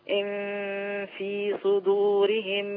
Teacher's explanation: الإخفاء هنا عند حرف الفاء. أيوة. يعني عند الشفة